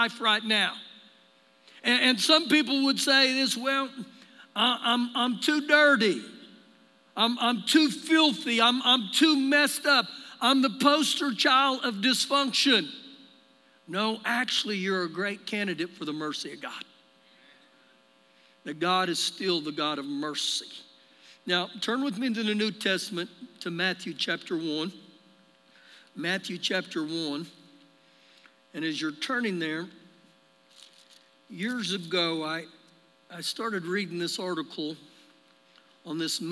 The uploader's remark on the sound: Recorded live during our Sunday morning service